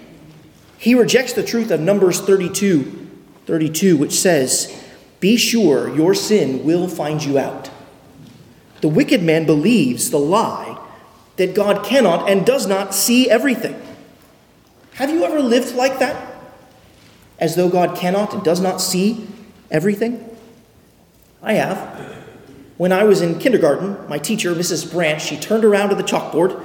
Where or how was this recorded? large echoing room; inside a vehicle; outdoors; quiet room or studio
large echoing room